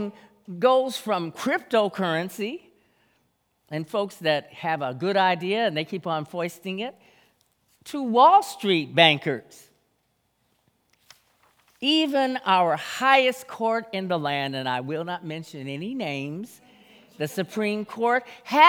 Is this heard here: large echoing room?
yes